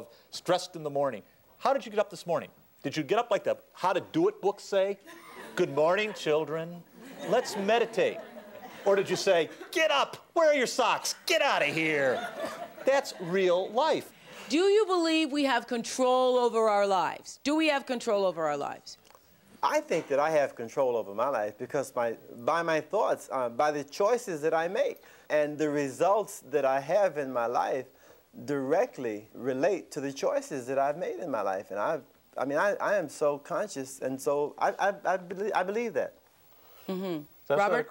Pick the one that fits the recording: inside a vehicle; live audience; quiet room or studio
live audience